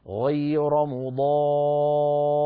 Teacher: فباعتبار أننا نقف على راء ساكنة وقبلها ألف وقبلها مفتوح، نقف براء مفخمة